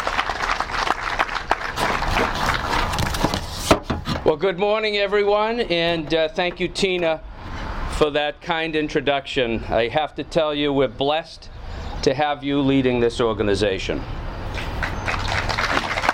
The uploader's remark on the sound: Grand Opening Ceremony held outside the new facility at 341 West Central Street. This session of the radio show shares the audio of the Franklin Food Pantry Grand Opening Ceremony held outside the new facility at 341 West Central Street.